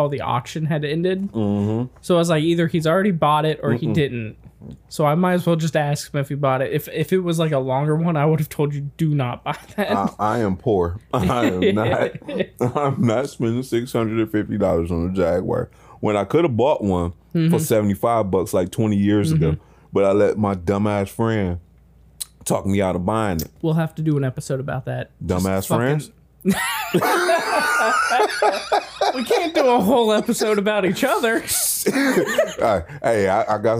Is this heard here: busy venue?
no